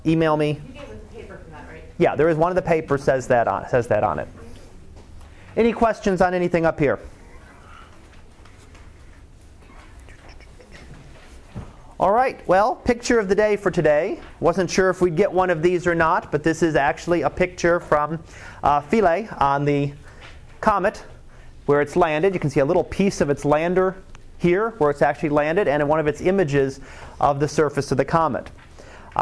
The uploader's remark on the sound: Live Class Lecture